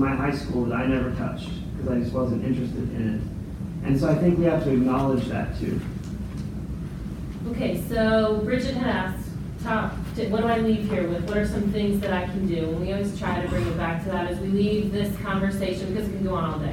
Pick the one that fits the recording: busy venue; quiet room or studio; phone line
busy venue